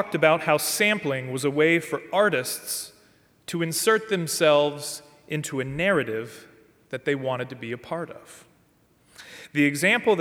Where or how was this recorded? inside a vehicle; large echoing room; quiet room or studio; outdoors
large echoing room